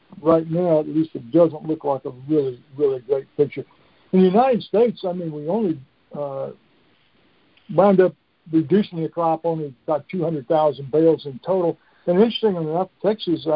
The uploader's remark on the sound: Monthly Conference Call